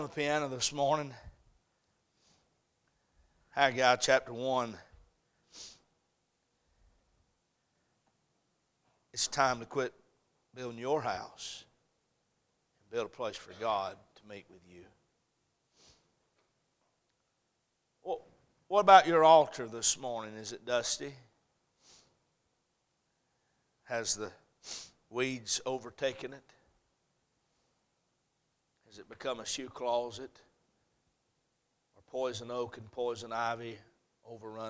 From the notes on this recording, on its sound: A message series preached at Crossroads Baptist Church